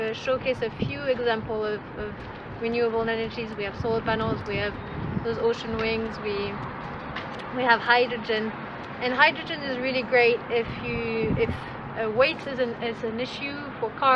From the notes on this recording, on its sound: our podcast recorded in a makeshift sit-in area on the pier and among storage containers